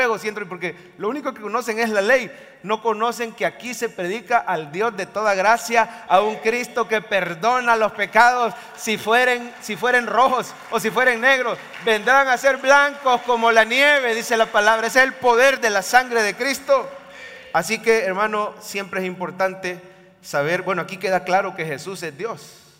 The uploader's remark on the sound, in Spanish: En vivo desde el Centro Familiar de Adoración CEFADCHURCH, San Salvador, enero 2024